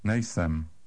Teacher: The stress is on the first syllable, as always.